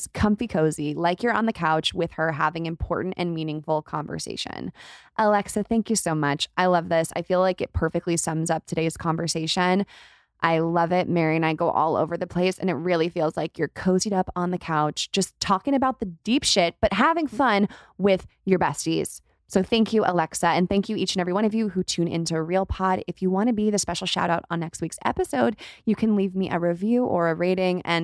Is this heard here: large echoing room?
no